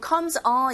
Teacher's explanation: on에도 강세가 가서 보통 comes on 이런 식으로 이어지면 on 부분에 조금 더 어조가 높아지게 되죠.